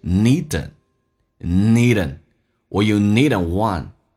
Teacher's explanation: need 跟 an 形成个连音， an 弱化成 n 这个发音